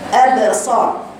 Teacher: القلقلة حرف الباء منين؟ من الشفايف. القلقلة عشان تيجي تقفلي المخرج وتفتحي بسرعه، يبقى ما تفتحوش، يبقى ابا صا، لا تفتحوش فتحه مبالغ فيها، يدوب بتقفلي المخرج وتفتحيه بسرعه.